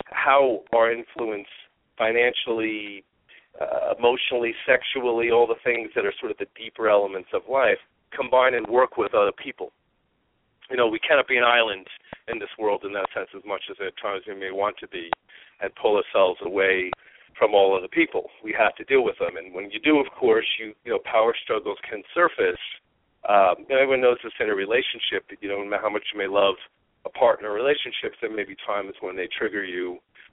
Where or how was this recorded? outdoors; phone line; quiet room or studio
phone line